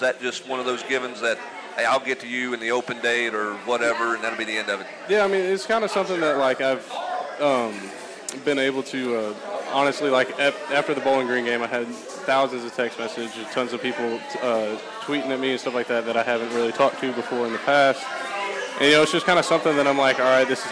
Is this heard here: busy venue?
yes